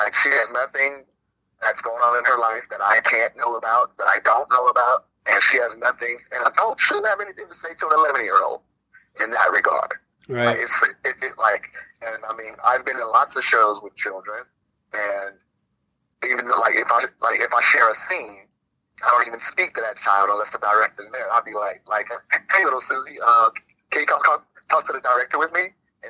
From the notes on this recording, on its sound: Take a phone call from an upset parent.